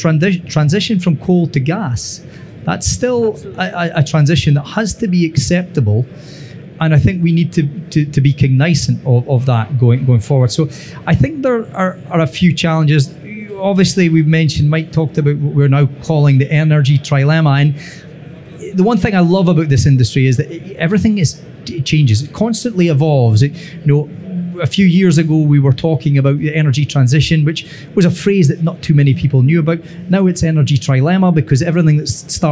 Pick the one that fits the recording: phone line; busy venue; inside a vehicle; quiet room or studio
busy venue